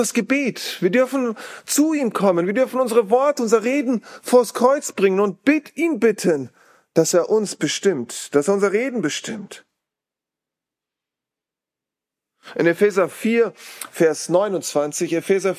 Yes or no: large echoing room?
yes